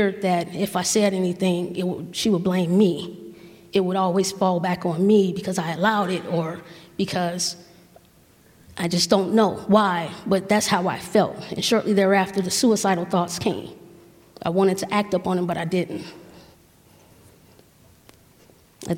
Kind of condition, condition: setting, live audience